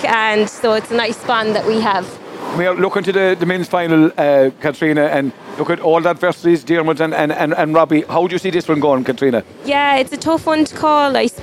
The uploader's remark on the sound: SBCR broadcast a three hour show Live from the 60 by 30 alley at Tuamgraney handball club on the final day of the 2023 GAA Handball Irish 4 Wall Nationals that were held in Alleys all over County Clare at the weekend.